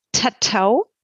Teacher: T wird vorne hinter den Zähnen gebildet. Man spricht also von einer Vorverlagerung.